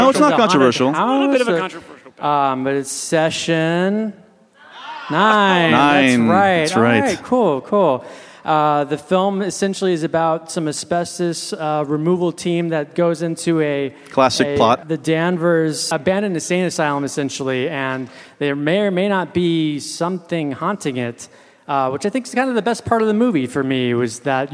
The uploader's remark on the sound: Live at the Music Box. This episode was recorded live.